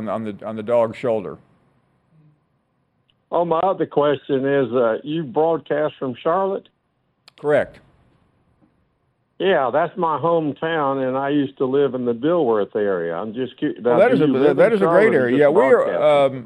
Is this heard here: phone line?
yes